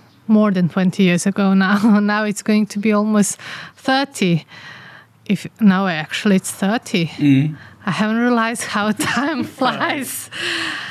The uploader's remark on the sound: Recorded outside in our garden here in the village of Čardačani. You'll also here "village sounds" during the podcast.